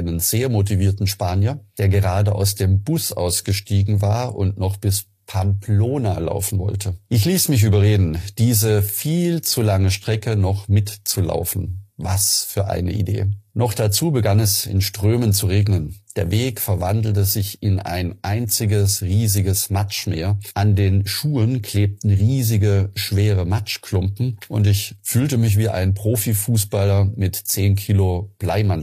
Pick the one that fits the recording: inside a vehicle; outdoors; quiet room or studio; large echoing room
quiet room or studio